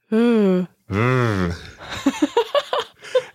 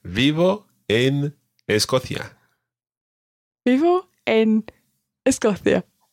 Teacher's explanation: In Spain, it's pronounced a sort of combination between a B and a V, and it sounds something like V.